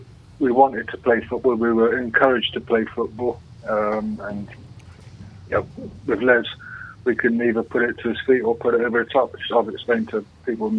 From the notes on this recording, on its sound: Joined in the studio. Joined on the phone.